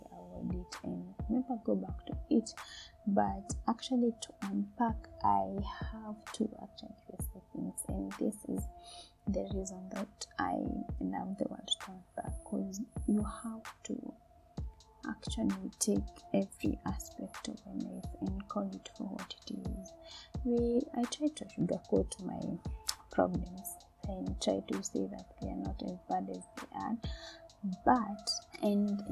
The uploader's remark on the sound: Sorry for the sound quality